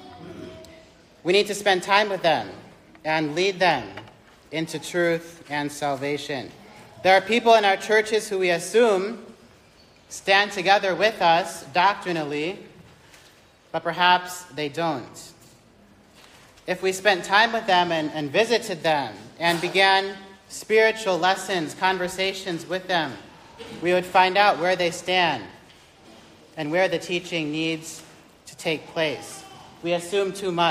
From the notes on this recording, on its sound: This message was recorded live on 10th January 2023 during the Independent Baptist College of Ministry Spiritual Life Retreat.